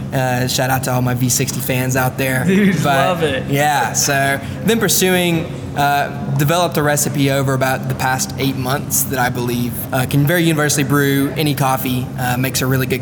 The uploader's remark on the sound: Live from Not Just Coffee